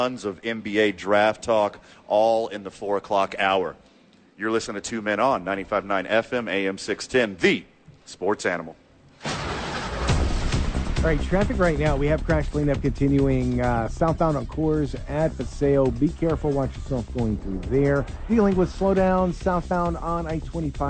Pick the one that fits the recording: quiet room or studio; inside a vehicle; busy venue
busy venue